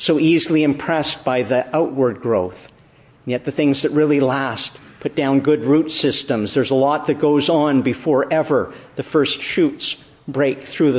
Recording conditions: large echoing room